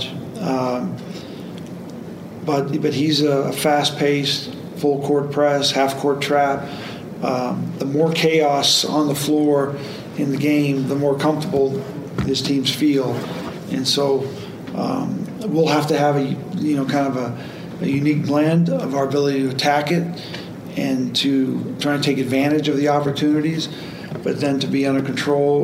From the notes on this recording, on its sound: Weekly press conference.